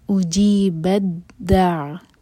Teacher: دال پر شدہ ہے تو ہم تا نہیں پڑھیں گے، با کو دال سے جوڑیں گے. اجیبت دع، دال کو عین سے جوڑیں گے اور تھوڑا سا ٹائم دیں گے تاکہ عین پر جھٹکا نہ ہو.